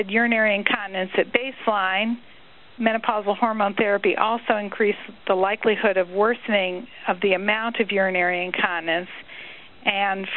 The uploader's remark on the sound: March 2005 Author in the Room® Teleconference